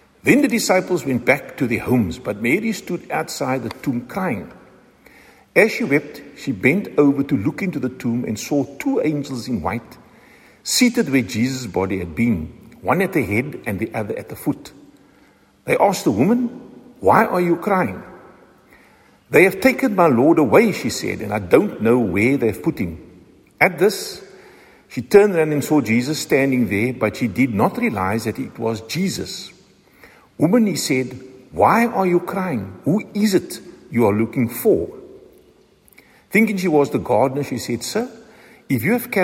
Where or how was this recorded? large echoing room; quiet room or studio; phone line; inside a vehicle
large echoing room